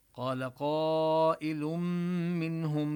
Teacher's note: وهنا التنوين حكمه الإدغام يدغم بالميم مع الغنة